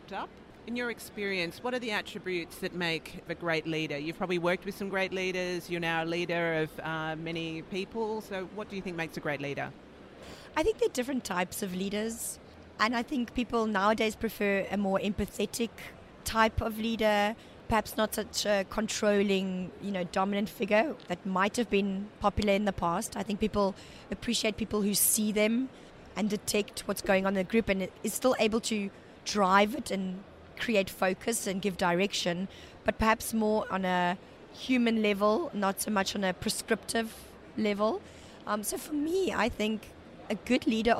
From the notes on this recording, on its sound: Took the podcast on the road to the INTA Annual Meeting in Singapore. We hosted our podcast studio at the Billtrader Expo Booth.